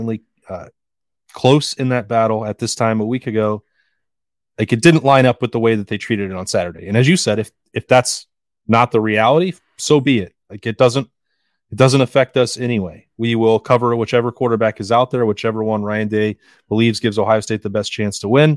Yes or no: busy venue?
no